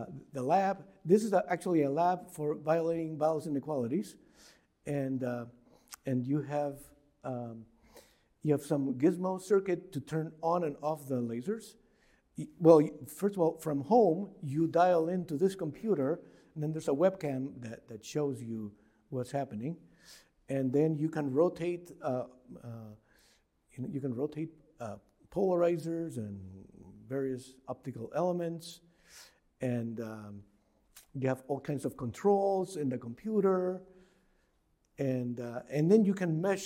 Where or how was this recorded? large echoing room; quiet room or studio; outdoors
large echoing room